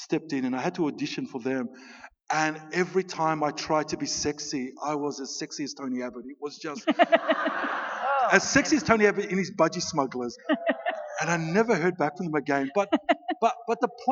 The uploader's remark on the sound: At the 2019 Newcastle Writers Festival